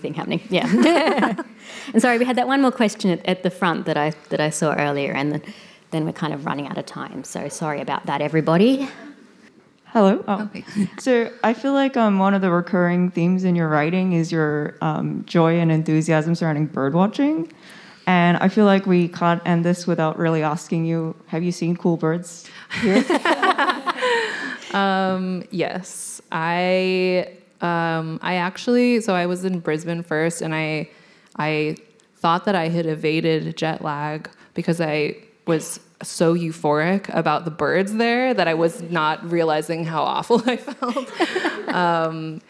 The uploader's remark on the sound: The event was recorded on Monday 22 May 2023 at the Wheeler Centre as part of World of Words.